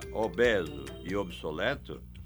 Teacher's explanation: Em Portugal, a pronúncia dessas palavras é aberta. No Brasil, porém, a pronúncia predominante é fechada. De qualquer modo, se você escutar a pronúncia aberta, obeso e obsoleto, não se escandalize, porque ela tem o endosso do Volpe, vocabulário ortográfico da língua portuguesa.